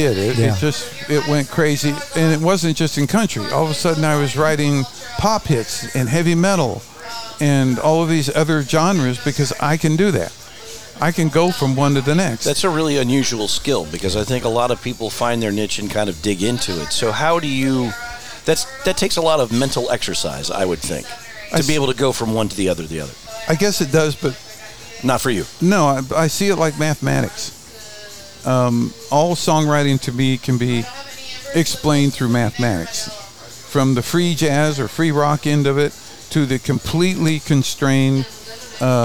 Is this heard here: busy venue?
yes